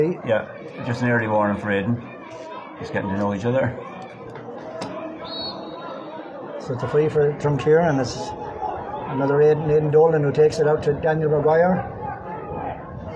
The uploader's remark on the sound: Live commentary of first half